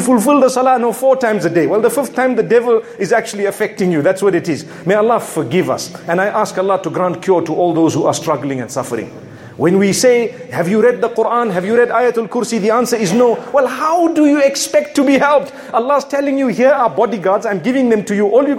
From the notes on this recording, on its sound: Friday Jumu&#8217;ah Lecture from Masjid Al Falaah in Harare Zimbabwe